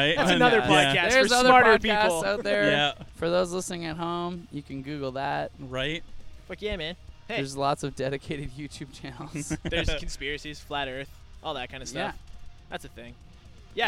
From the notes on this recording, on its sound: Live From A Truck In A Alley